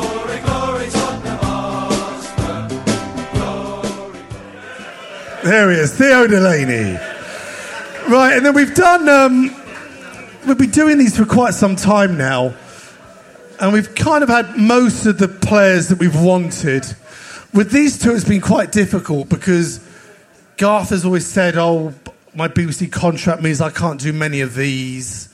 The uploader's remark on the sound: SpursShowLIVE. Live from the 100 Club on Londons Oxford St!